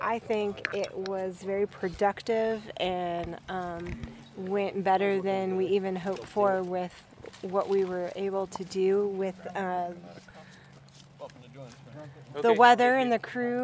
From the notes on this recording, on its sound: It features voices from the First Wailaki Cultural Burn in Southern Humboldt in 150 years, which happened at the So Hum Community Park. I was honored to be on site with the cultural burn crew, and my tape recorder.